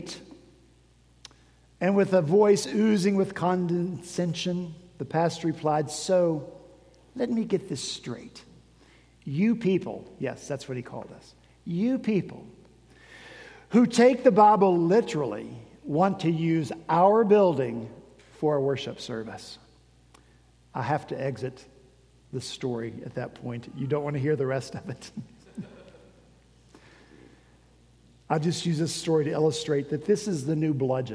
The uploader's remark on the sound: At Redeemer Presbyterian Church in Charleston, SC